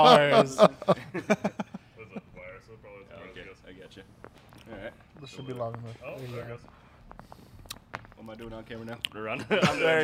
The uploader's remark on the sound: We are proudly recording out of Las Vegas' own Scenic Brewing Company.